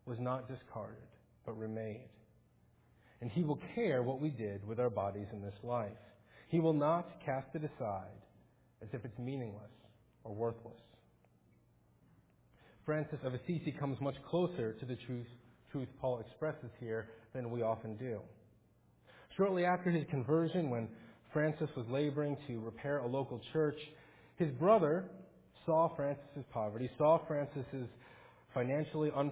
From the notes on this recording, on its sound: Faith Presbyterian Church – Morning Service.